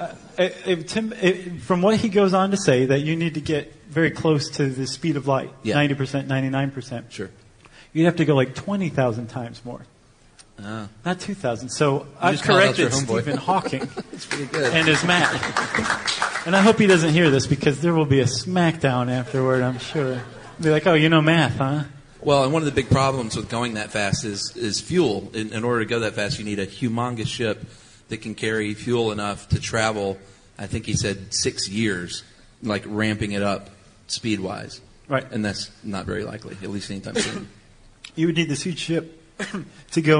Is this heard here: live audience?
yes